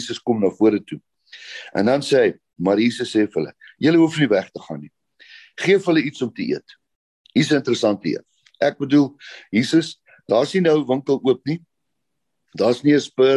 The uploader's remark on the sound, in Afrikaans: Manne van die Woord Zoom Byeenkoms 11 Maart 2022